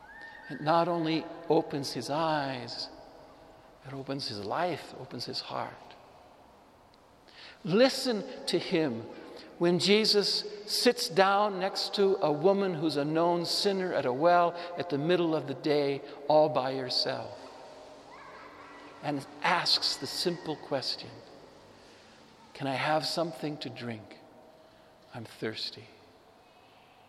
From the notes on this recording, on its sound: Homily delivered to the Saint Francis Catholic Community in Cuenca, Ecuador, (Iglesia de San Francisco).